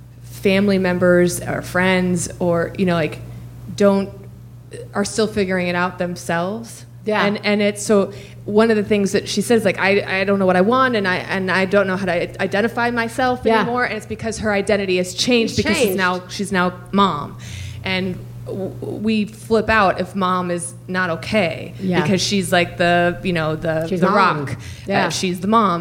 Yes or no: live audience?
yes